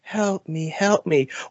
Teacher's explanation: he's talking in that very soft, breathy voice